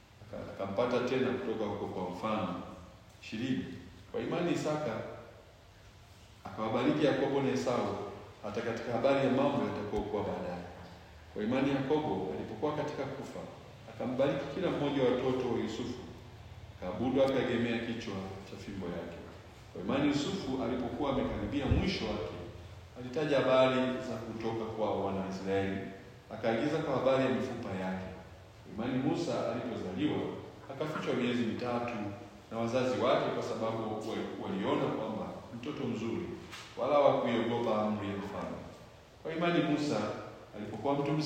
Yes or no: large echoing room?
yes